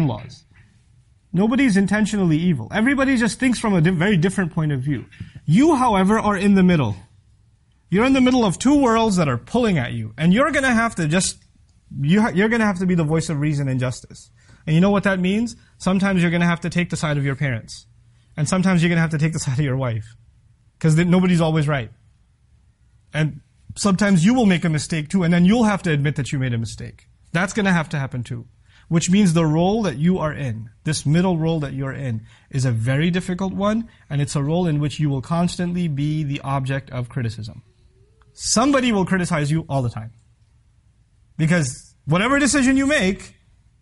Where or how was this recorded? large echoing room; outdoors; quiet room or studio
large echoing room